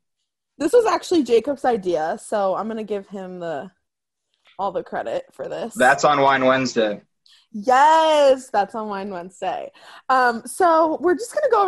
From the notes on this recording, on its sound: Apologies for the audio quality, that’s on zoom.. It’s all zooms fault!